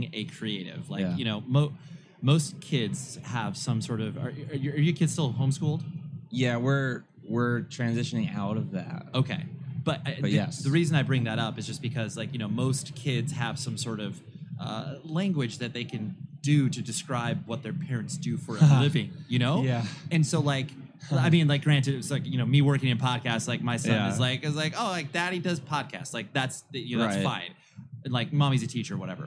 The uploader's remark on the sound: Live from NAMM w/ Gator Cases. I had a great experience recording my first "live" podcast at the NAMM Conference back in January of 2020. At the Gator Cases booth.